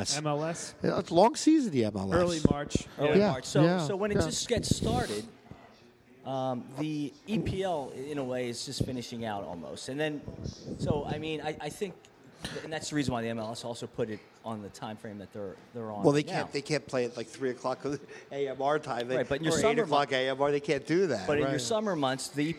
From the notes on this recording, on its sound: In this Vuvu Soccer Show we were live from Villa Capri in Doylestown, a great soccer pub!